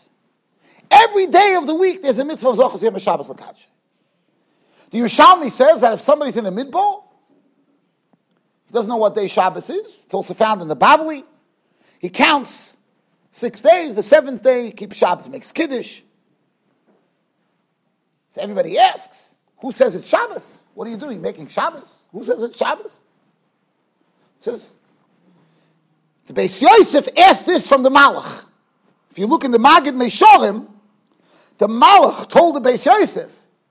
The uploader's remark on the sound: Shiur recorded in Yeshivas Ohr Reuven, Monsey NY.